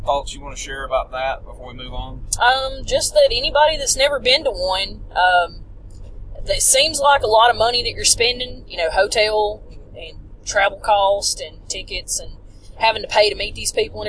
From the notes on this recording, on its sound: WrestleCade 2015 in Winston-Salem, North Carolina while driving back from the event.